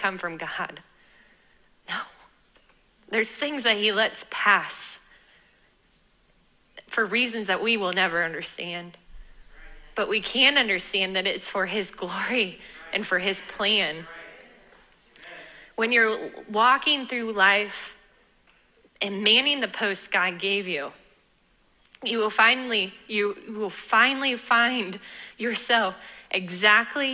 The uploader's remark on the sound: sermon from this past Sunday at our church